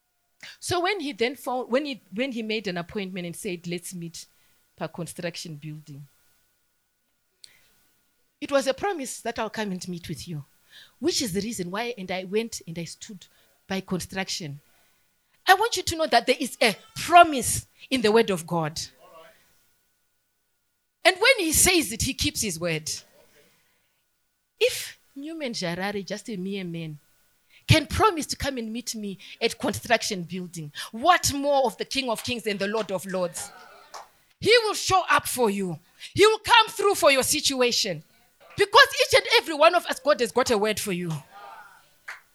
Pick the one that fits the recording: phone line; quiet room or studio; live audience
live audience